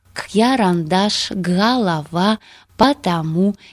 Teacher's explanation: Здесь победу одержала московская норма. Как специфически московское воспринимается более открытое и долгое произношение первого предударного гласного «а» · Term: акают